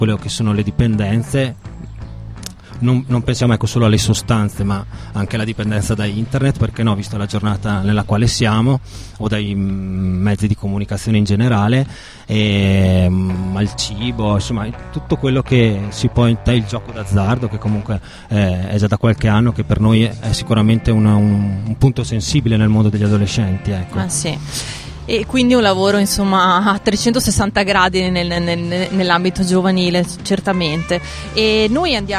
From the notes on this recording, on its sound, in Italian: In questa puntata speciale in esterna, in diretta da piazza Mostra in occasione dell'evento "Una vita da social", organizzato dalla polizia postale.